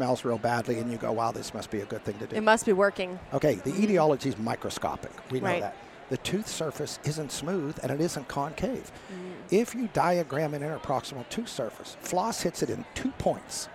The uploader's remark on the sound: We are excited to have Philips Sonicare as our sponsor for this episode, which was recorded live at their booth in Vancouver, Canada.